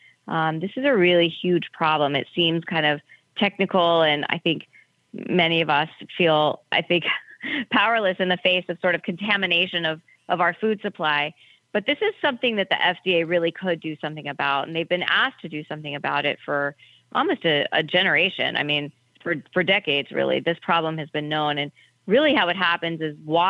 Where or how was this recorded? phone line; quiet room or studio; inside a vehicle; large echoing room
phone line